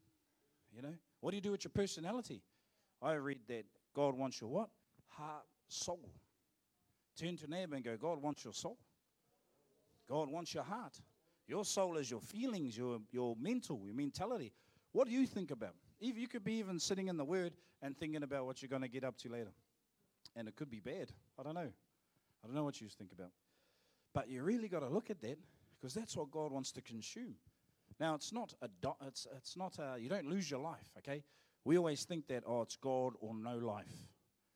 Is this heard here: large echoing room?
yes